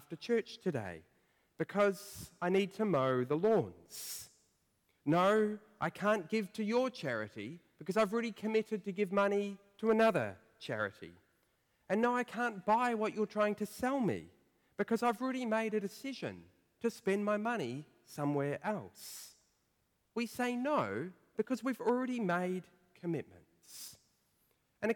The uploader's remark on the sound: preached at First Church of Otago